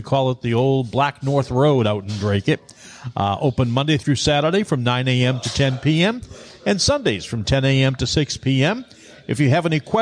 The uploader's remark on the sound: Live From Pepperell! We're live from Pepperell, Tree House Craft Cannabis' second location!